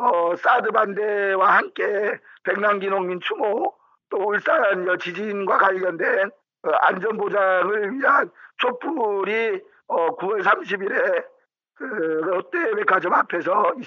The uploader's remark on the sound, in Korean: 전화인터뷰. 그의 목소리를 통해 현장의 인터뷰를 전해드립니다.